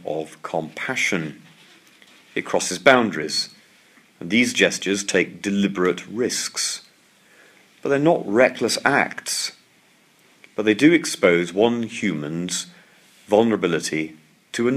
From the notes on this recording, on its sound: lecture, delivered at St Mark's National Theological Centre on 14 August 2017